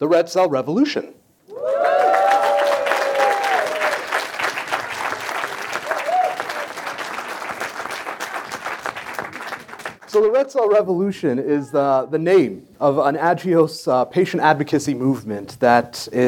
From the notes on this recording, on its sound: LIVE in New Orleans. We're LIVE from New Orleans, Louisiana! Listen to our live podcast panel featuring members of the sickle cell, pyruvate kinase deficiency, and thalassemia communities and leading KOL's in each field.